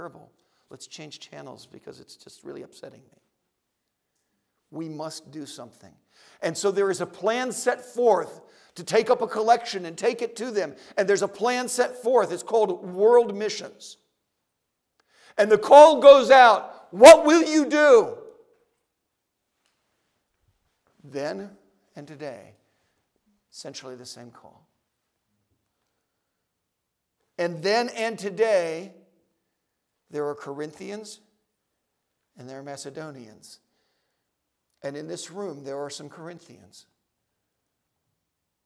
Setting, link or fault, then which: setting, large echoing room